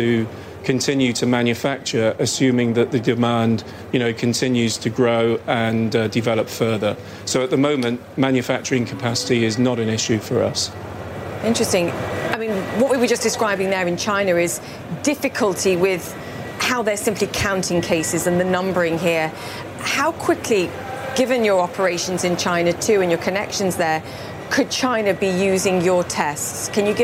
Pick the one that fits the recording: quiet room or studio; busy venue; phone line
busy venue